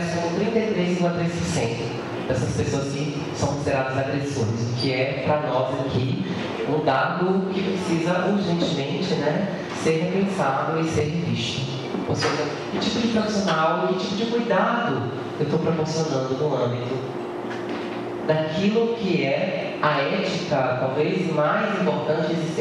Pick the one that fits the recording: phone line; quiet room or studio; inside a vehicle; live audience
live audience